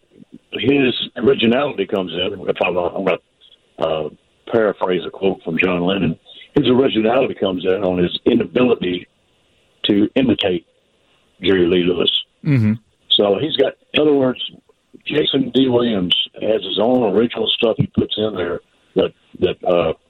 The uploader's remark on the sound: by phone